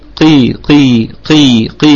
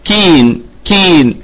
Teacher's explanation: القاف في أقل درجات التفخيم لأنها مكسورة · Shown in: first take